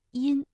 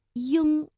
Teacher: 前鼻音呢，口型相对比较扁比较窄，比如音，哎，这个嘴唇微微张开就可以了。而发后鼻音的时候相对来说要较圆较开